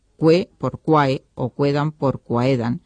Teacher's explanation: el diptongo ae se cierra en e, sobre todo en final de palabra · Term: monoftongación